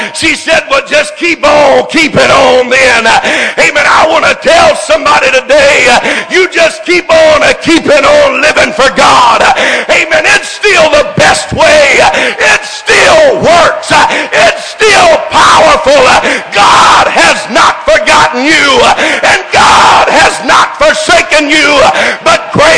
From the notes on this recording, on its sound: This message is broadcast live from First Pentecostal Church in Silsbee Texas